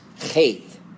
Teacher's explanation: But in Hebrew, it's pronounced Heth. You got to get that guttural sound. It's kind of like a CH in the back of your throat sound.